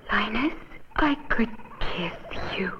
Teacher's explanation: every woman in a commercial or on TV all talked in that breathy voice